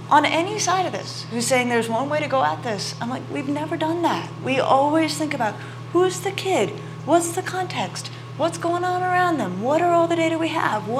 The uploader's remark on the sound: Interview each other about their books at the 2023 Aspen Ideas Festival and take questions from the audience.